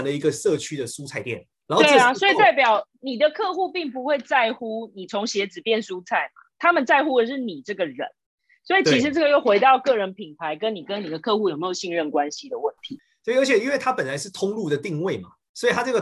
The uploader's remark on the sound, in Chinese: 這集採遠端錄音，收音情況不如錄音室請見諒～